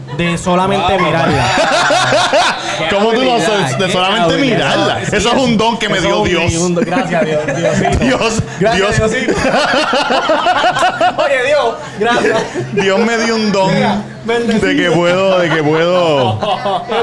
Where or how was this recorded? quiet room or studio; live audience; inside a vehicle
live audience